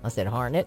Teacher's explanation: Me and my husband get in an argument all the time because I say Harnett County. I put the stress on the second syllable.